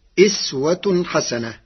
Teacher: قرأ ورش كلمة أسوة بكسر الهمزة فتصير إسوة حسنة، وهي لغة أهل الحجاز.